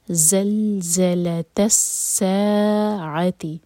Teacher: زا ہے یہ، اس کو بزنگ ساؤنڈ کے ساتھ پڑھنا ہے. زلزلت الساعتی، سا دو حرکہ پہلے کھینچ لیں، اس کے بعد آپ نے عین کو ادا کرنا ہے.